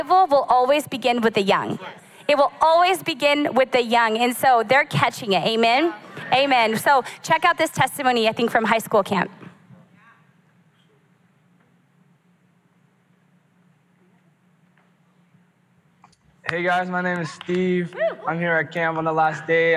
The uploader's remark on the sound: Recorded live at Capital Church in Meridian, Idaho